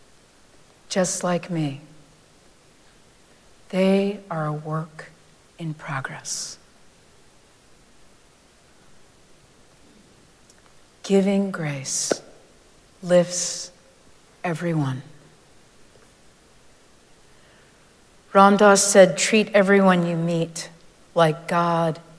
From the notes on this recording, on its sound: Recorded live at Arlington Street Church